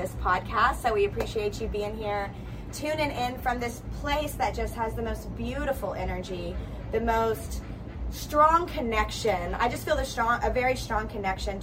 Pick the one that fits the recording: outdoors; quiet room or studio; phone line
outdoors